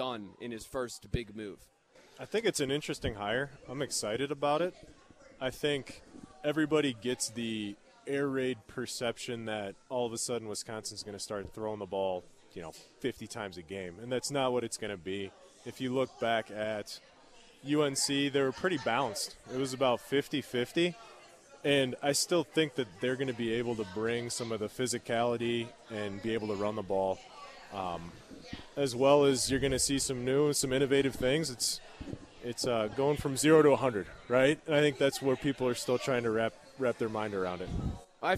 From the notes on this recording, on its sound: live from Monk's in Sun Prairie